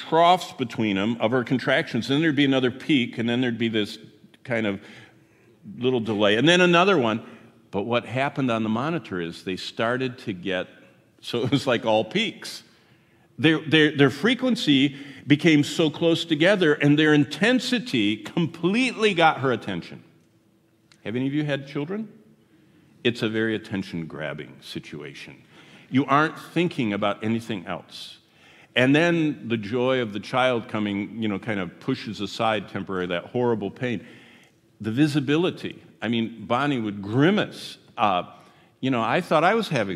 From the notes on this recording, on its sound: Here is our third session at the prophetic conference we just finished at Word of Life in Hudson, Florida.